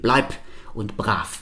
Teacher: Man schreibt mit B oder V, man spricht aber ein P und ein F. · Term: Auslautverhärtung